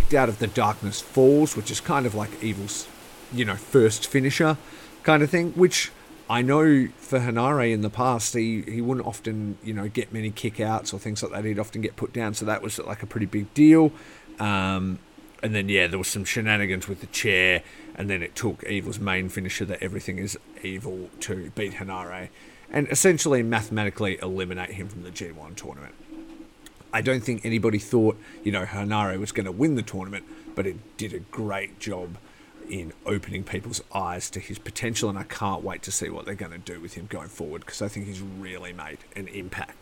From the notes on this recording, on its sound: Live on location from a rainy warehouse